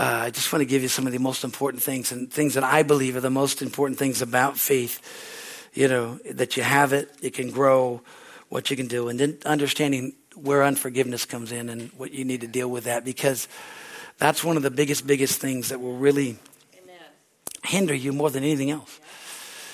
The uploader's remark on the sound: from the Wednesday service on March 29, 2023 at Harvest Bible Church in Stockton, CA